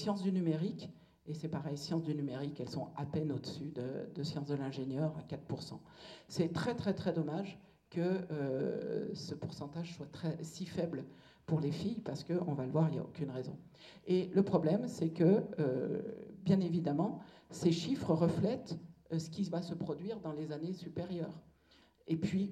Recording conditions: live audience